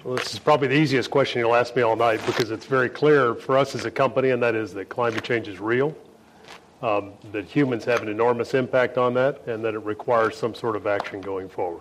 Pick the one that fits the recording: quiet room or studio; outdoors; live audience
live audience